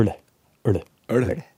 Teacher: Bøyer tunga bak, og så slår du den i kanten, og så får du en øl. · Term: Tjukk L